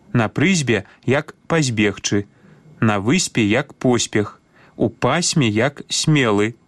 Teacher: Перавага тут за мяккім варыянтам, ён сістэмна апраўданы. Трэба аднолькава памякчаць свісцячыя перад мяккімі губнымі, незалежна ад месца гэтых свісцячых, ці яны на пачатку, ці ў канцы слова.